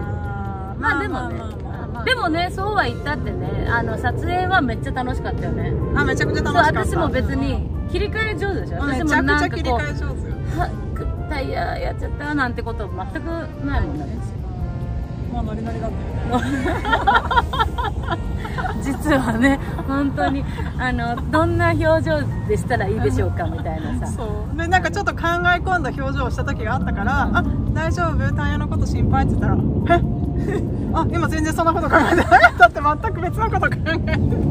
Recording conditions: background noise